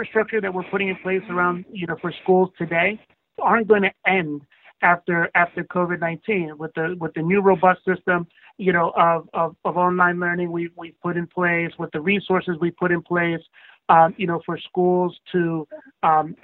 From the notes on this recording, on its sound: conference call